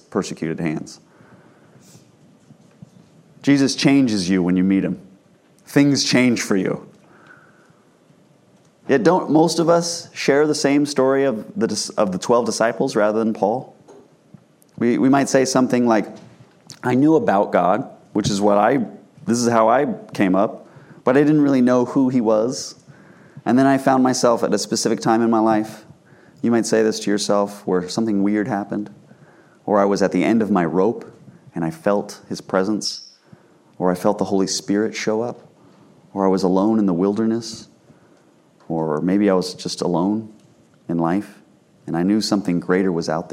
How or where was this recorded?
large echoing room